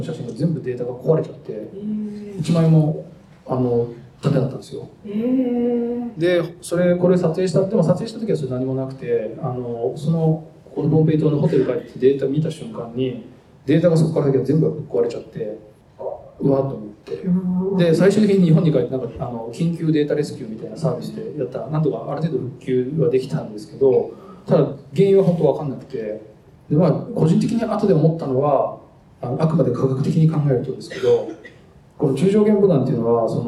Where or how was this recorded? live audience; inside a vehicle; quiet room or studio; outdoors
live audience